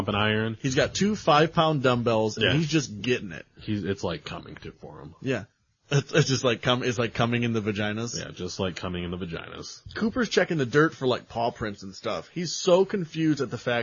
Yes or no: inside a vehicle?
no